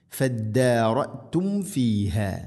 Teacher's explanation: മീമിനെ പൂർണ്ണമാക്കി അഥവാ രണ്ട് ചുണ്ടുകൾ തമ്മിൽ തട്ടിച്ച് മീമിനെ പൂർണ്ണമാക്കി ഫ ഉച്ചരിക്കണം. · Term: സാക്കിനായ മീമിന്